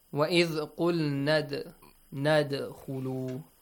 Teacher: dal has a sukoon on the top. So it means you have to produce a bouncing sound or kind of tickle it, okay? Tickle it, it will jump up, okay?